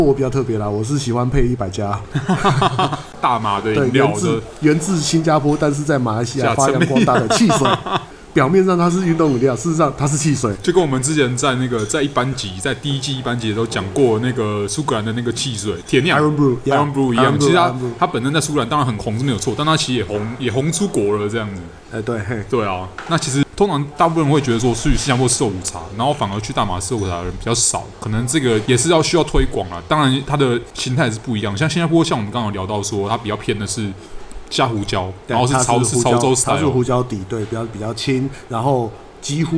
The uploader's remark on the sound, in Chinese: 本集白噪音指數：柔風級 3/5。錄音地點：黃亞細肉骨茶台灣二號店。